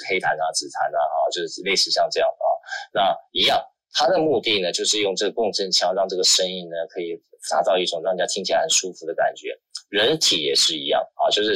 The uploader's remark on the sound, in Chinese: 於clubhouse上演說並現場錄音。現場錄音，原先只存檔用並無公開，音質上請多多包涵。